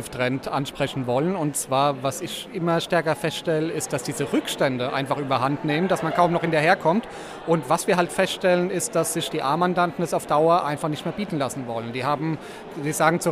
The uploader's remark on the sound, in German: Live von der StB EXPO in Köln. Heute machen wir gemeinsam mit Euch mal einen kleinen Ausflug nach Köln und schauen uns auf der StB EXPO um.